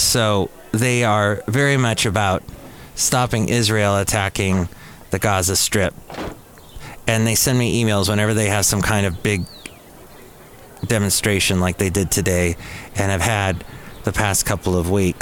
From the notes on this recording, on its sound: podcasts live from Café Anyway